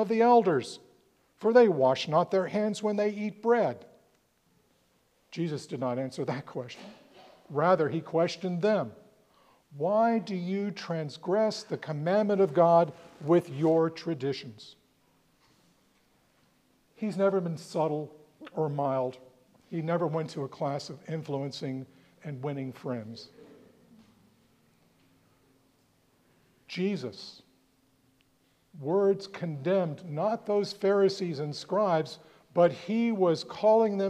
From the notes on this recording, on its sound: preached at All Saints Anglican Church in Charlottesville, VA on February 25, 2024